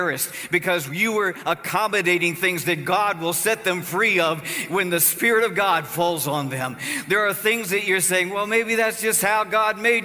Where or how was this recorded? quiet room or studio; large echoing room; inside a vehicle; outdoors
large echoing room